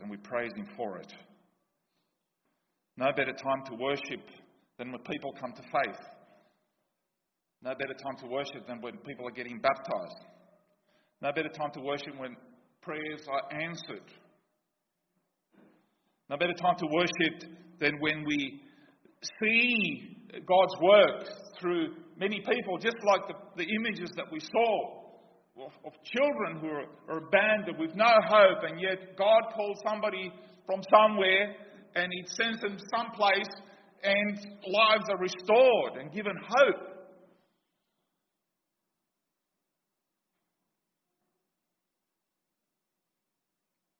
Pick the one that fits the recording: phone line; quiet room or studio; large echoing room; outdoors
large echoing room